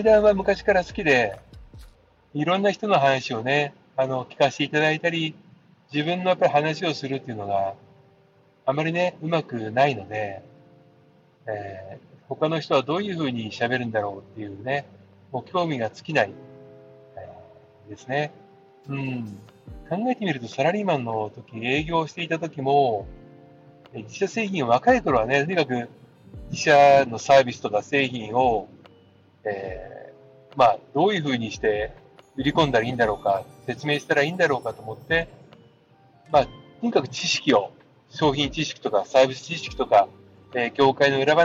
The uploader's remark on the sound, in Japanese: 今日は車の中から！